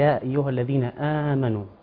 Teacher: هنا عندنا مد بدل مقدار حركتين